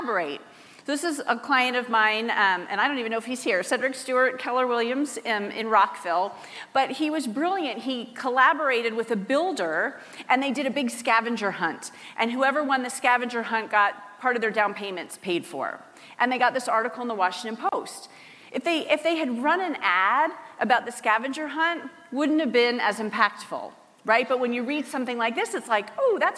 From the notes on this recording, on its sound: Teaches the audience at the HyperFast Sales Summit how to get PR famous.